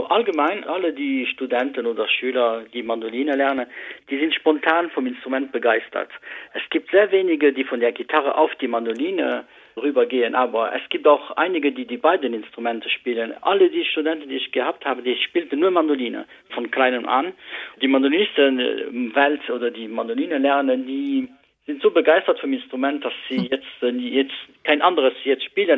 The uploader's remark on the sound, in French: l'interview téléphonique